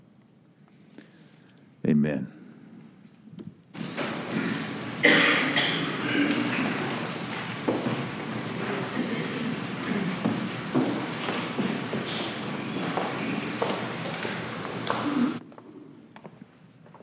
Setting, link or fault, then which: setting, live audience